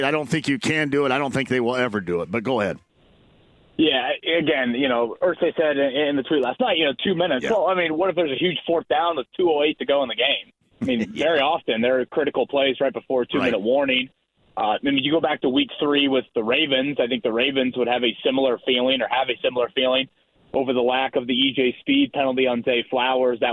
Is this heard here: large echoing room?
no